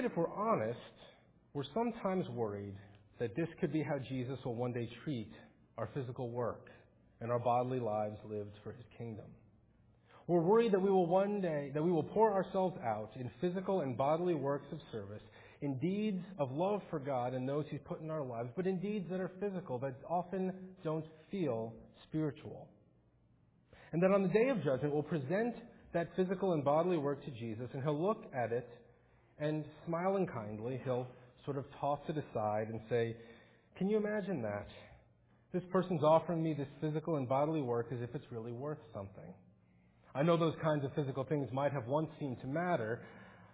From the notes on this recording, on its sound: Faith Presbyterian Church – Morning Service